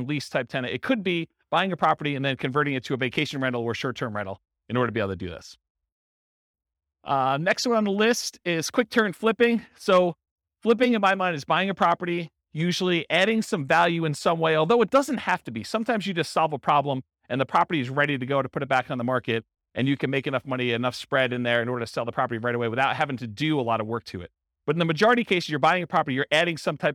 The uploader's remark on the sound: Real estate entrepreneurs in Charleston, West Virginia. This was a live class recorded. The live in-person version.